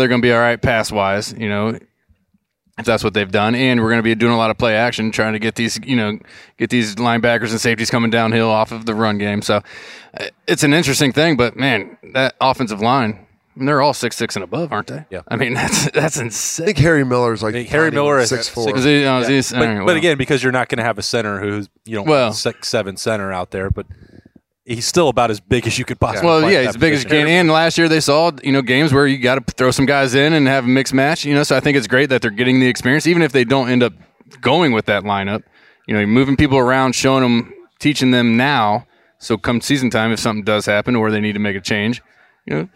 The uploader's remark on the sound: Lettermen Live is back at Roosters on Olentangy River Road in Columbus